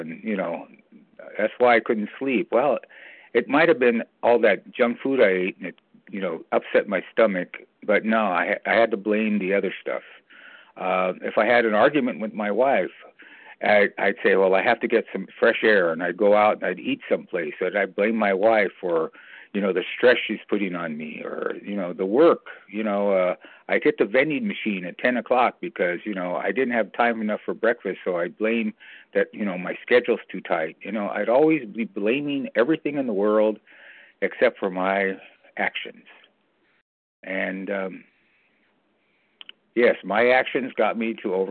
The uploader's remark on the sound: from the 100 Pounders Phone Meeting, 1/27/23